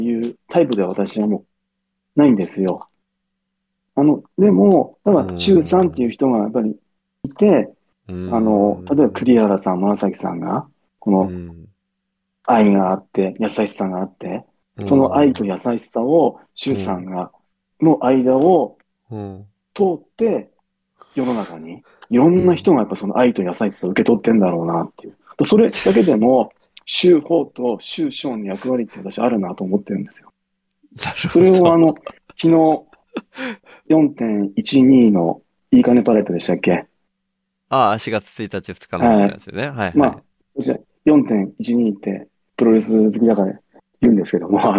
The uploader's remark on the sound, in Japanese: 特設Discordのボイスチャンネル（しゃべり場）での収録。